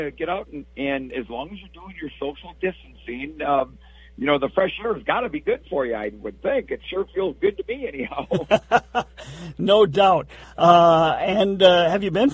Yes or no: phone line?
yes